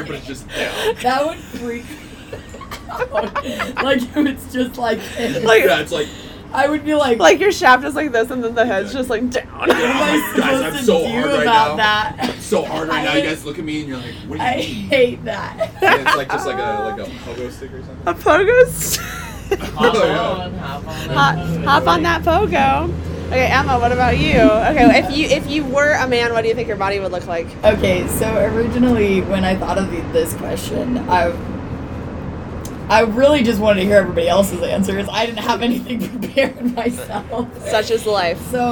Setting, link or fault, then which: fault, background noise